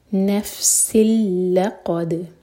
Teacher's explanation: سین کی تنوین کے بعد لام تو یہ ادغام بغیر غنہ کا. نفس اللقد لام لائٹ قاف ہیوی دال پر قلقلہ.